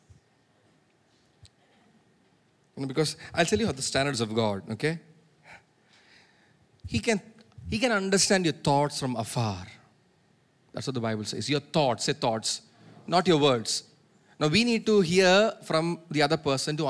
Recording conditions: large echoing room